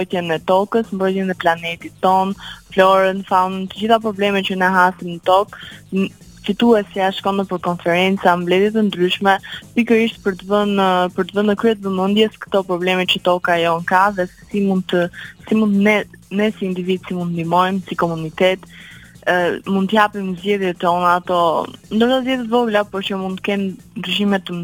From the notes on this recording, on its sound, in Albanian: E ftuar në një lidhje telefonike për “Live From Tirana”